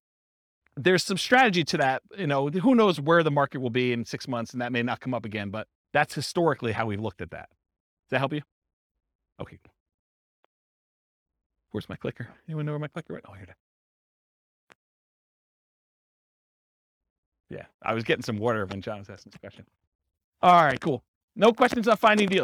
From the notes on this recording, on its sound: This was a live class recorded